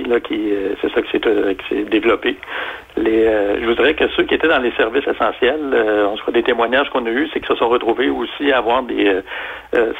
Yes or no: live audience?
no